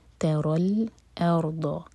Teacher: تا لائٹ را ہیوی، تَرَى الْأَرْضَ حمزہ لائٹ را ساکن ہیوی اور پھر ضاد ہیوی